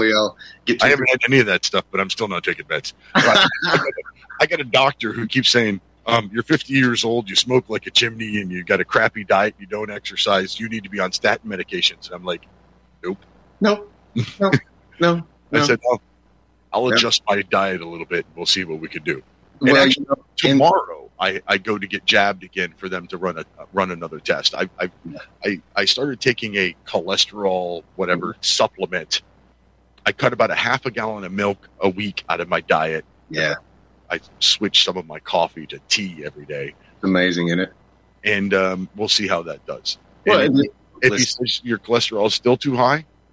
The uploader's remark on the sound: Your phone calls